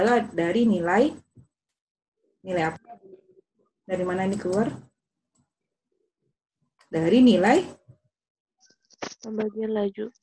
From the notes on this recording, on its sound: Zoom Meeting.